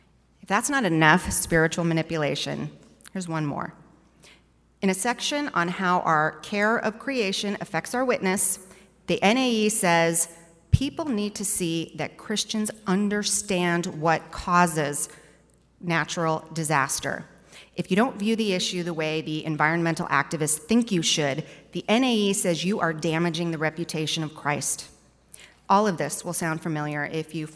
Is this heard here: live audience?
yes